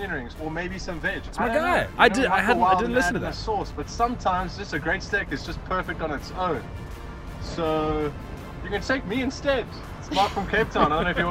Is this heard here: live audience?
no